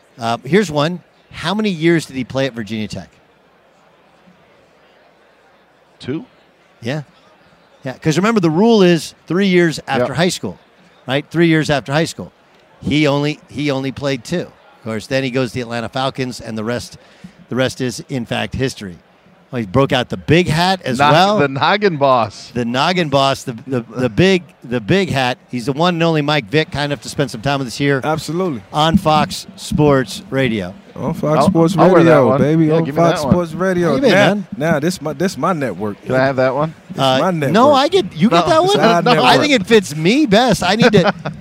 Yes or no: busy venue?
yes